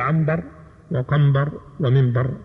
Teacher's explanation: لأن النون تصير بعدها ميما تقول عنبر وقنبر ومنبر فتقلب النون ميما